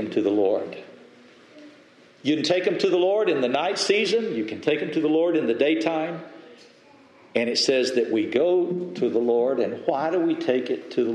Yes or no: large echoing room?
yes